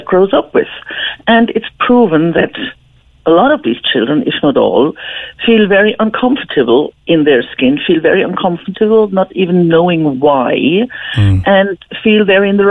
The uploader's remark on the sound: takes calls with listeners